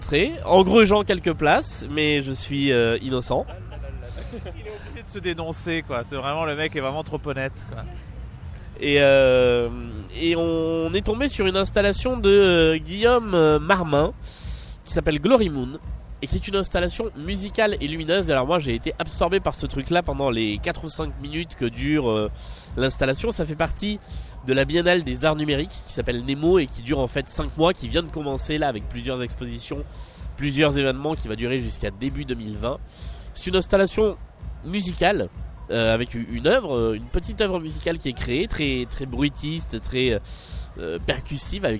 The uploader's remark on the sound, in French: En direct de la Nuit Blanche 2019